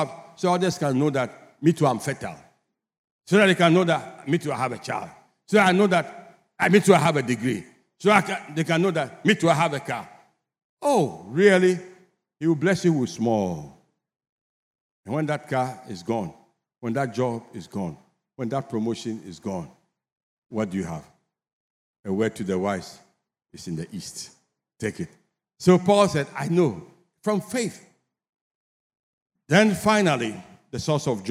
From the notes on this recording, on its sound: Sermon preached at CBC Shiashie Campus